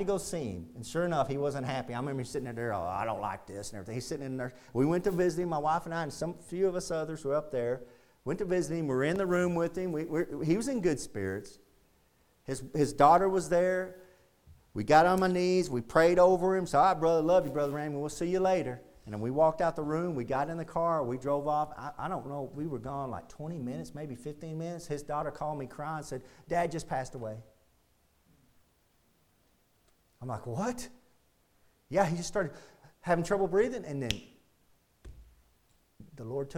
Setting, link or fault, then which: setting, large echoing room